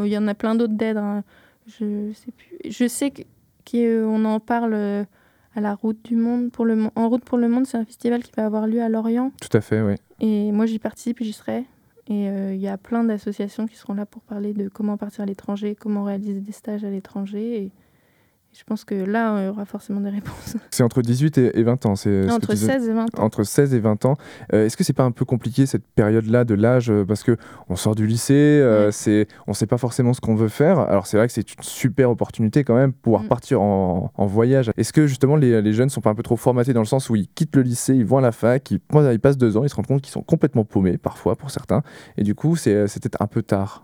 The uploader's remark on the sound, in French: discuter avec eux par téléphone pendant qu’ils étaient sur une plage